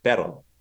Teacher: a lighter tap with the tip of your tongue · Term: Spanish R